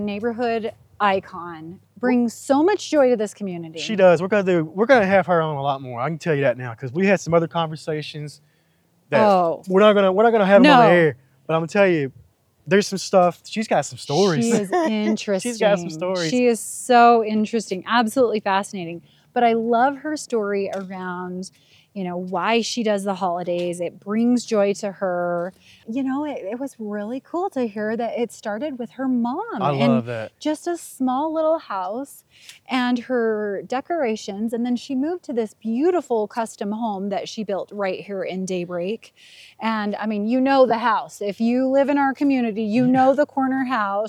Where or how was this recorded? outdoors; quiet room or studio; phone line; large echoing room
outdoors